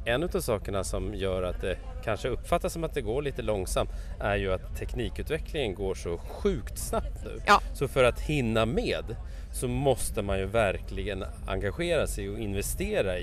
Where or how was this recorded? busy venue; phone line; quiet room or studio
busy venue